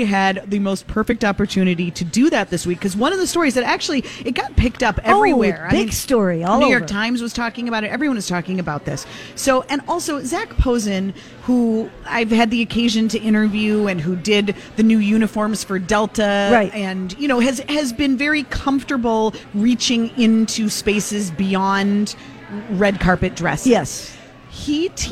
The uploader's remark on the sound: Live at General Store of Minnetonka for Mother's Day weekend.